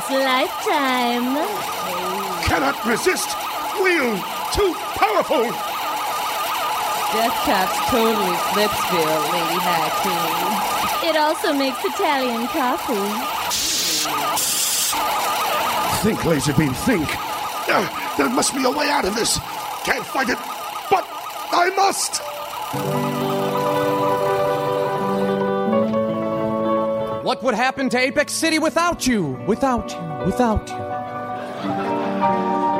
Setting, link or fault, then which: setting, live audience